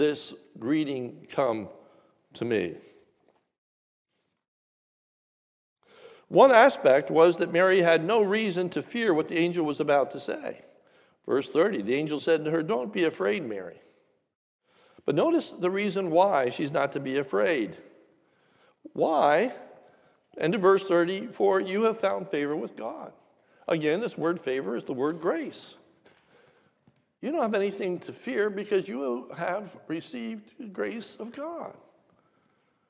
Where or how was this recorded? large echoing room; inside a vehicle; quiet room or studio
large echoing room